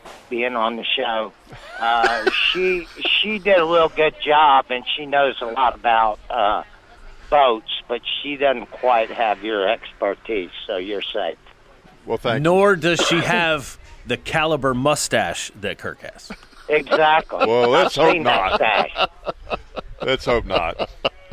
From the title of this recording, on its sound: LIVE from Tire Outlet